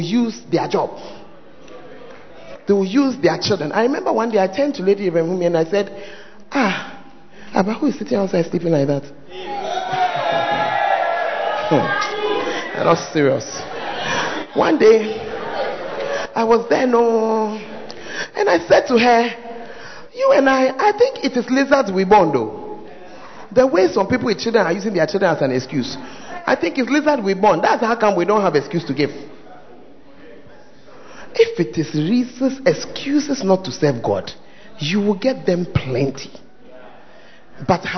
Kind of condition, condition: setting, large echoing room